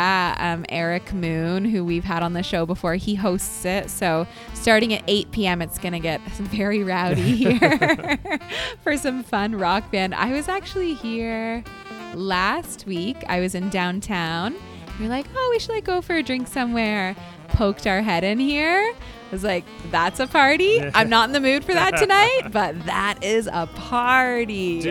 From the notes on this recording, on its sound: LIVE from AOK. AOK Craft Beer + Arcade in Downtown Kitchener.